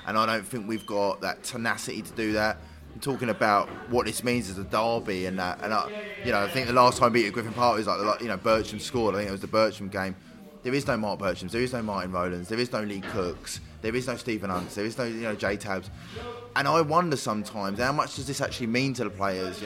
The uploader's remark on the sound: QPR v Brentford pre-match podcast from the pub.